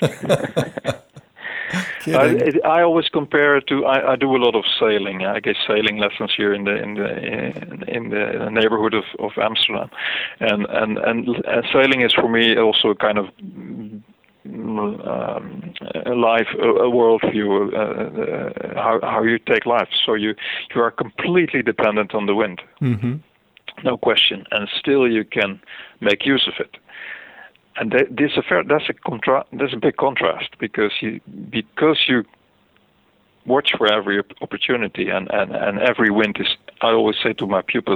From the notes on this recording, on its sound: spoke by phone